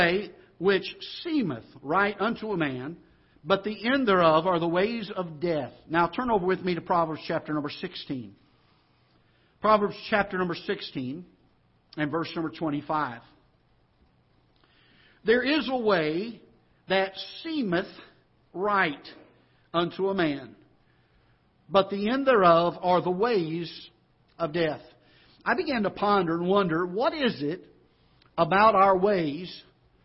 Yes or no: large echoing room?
yes